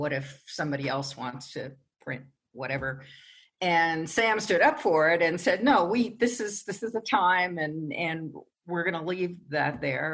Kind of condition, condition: link, video call